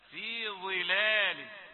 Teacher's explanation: طيب إن المتقين أيضا الملحوظة الثانية ظلال، في ظلال، هي ظاء مفخمة ولكن أيضا في الدرجة الأخيرة